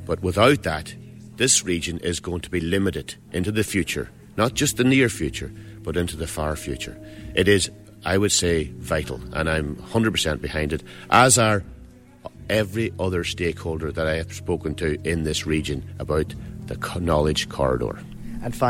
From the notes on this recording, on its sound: at the launch of the inaugural strategic plan for TUS Midlands Midwest in the Millenium Theatre at the TUS campus in Moylish